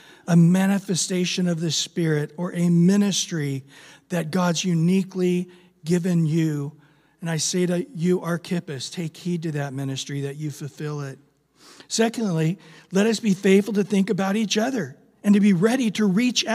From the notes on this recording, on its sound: Recorded at Calvary Chapel of Los Alamitos